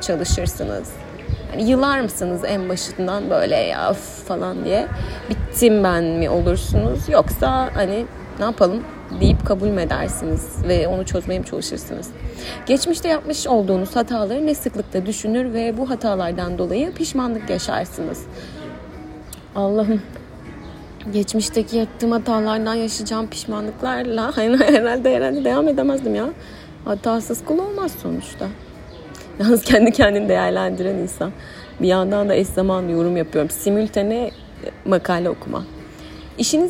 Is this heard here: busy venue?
yes